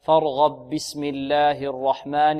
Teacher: في الباء من البسملة، لأن الإمام قالون يبسمل بين السورتين، يبسمل بين السورتين، فأدغمت الباء من كلمة فارغب في الباء من البسملة